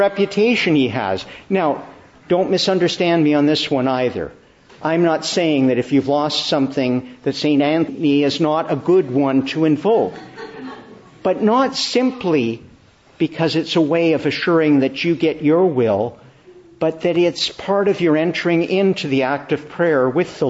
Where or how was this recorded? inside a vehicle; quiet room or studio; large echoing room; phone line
large echoing room